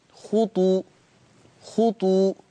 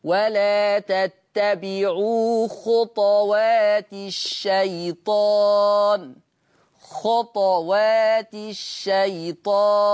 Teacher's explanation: حفص يقرأ على مستوى القرآن على وجه العموم هذا اللفظ بضم الطاء خطو خطو. ورش ورش يقرأ بسكون الطاء.